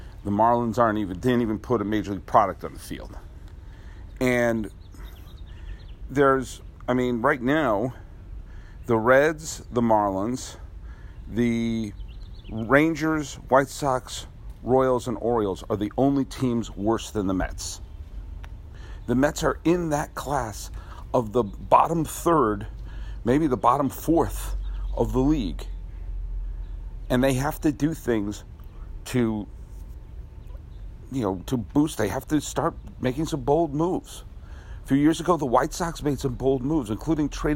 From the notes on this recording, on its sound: Recorded at Robinson Stadium at Pasadena City College.